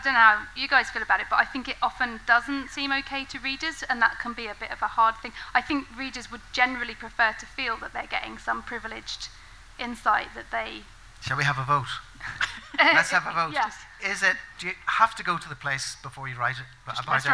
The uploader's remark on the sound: It was recorded (mostly) live at the Chiltern Kills festival in Gerrards Cross.